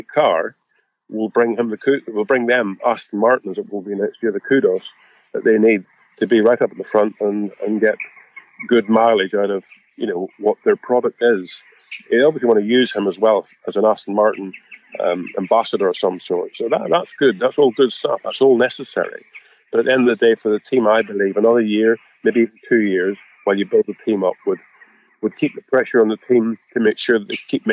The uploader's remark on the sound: Apologies for the reduced audio quality, which was owing to circumstances beyond our control.